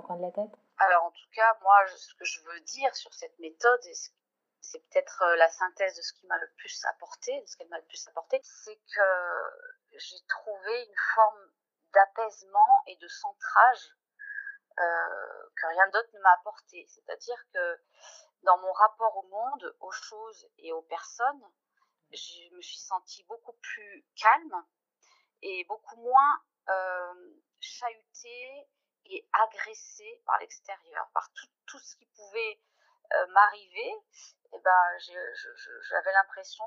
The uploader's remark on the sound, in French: Les conditions d'enregistrement n'étaient optimales, je fais une nouvelle fois appel à votre indulgence sur la qualité audio de cet épisode !